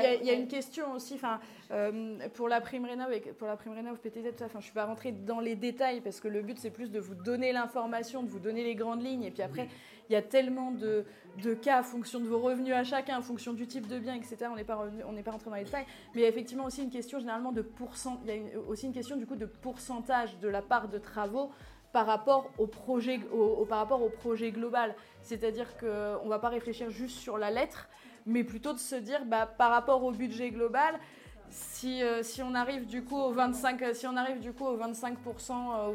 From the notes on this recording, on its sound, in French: Devant un public venu en nombre pour cette occasion.